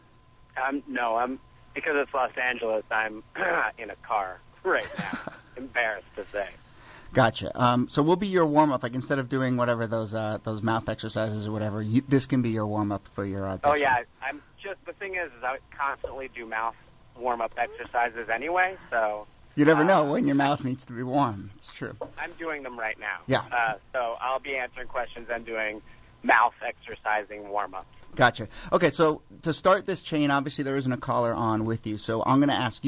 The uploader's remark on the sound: Audio from our special call-in on WFMU Radio.